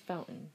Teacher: I never pronounced the T, it's fountain.